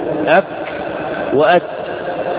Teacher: مع الحرف ولا يجري الصوت كالكاف والتاء، فأنت تقول أك وأت فيجري معهما نفس ولا يجري الصوت